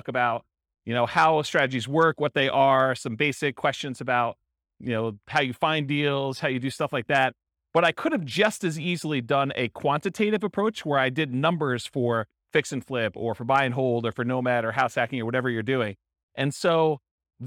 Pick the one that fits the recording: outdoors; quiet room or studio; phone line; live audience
live audience